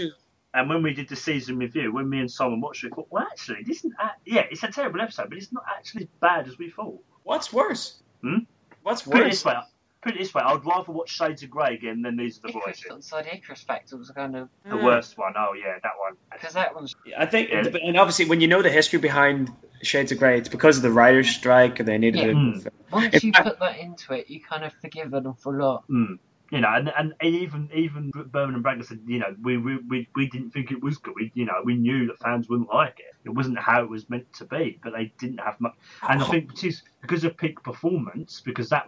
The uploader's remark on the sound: We did have some small sound difficulties over Skype due to our unusual set up. Recording with him over Skype using the speakers as I currently don't have internet at home.